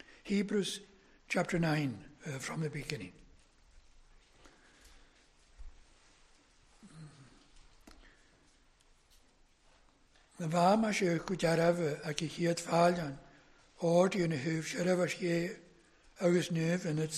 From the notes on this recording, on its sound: Gaelic service recorded at North Harris Free Church on Sunday Evening 25th July 2021